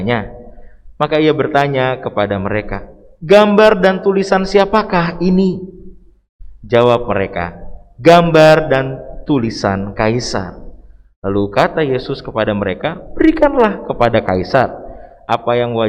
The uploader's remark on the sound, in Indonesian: LIVE] KEBAKTIAN MINGGU XX SESUDAH PENTAKOSTA